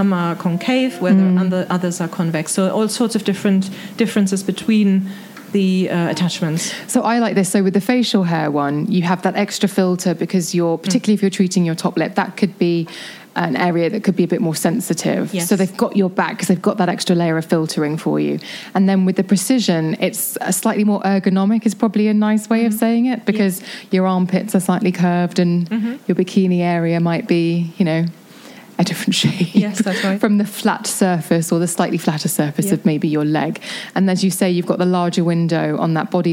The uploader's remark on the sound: in front of a live audience